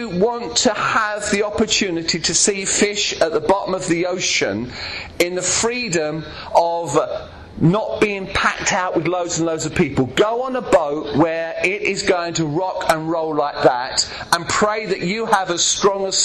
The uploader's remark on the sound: preaching at Clacton Elim Pentecostal Church